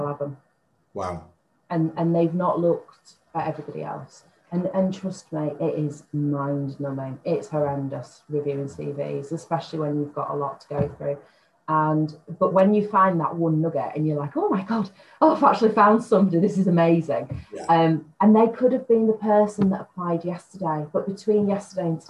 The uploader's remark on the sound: Warning & Apology - Sound Quality Not to Usual Impact Sessions Podcast Quality.